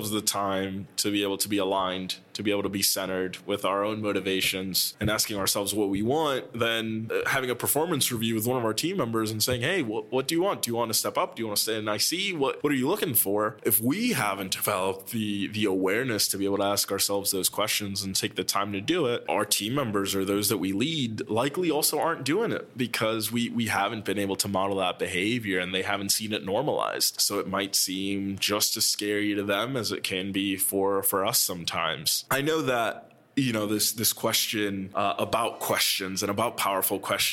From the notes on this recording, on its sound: Community insights from our Pop-Up Podcast Booth at ELC Annual! These community members jumped into our recording studio.